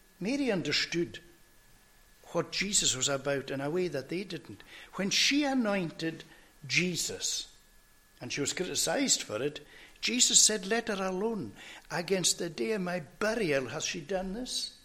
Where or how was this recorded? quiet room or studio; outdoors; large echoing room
large echoing room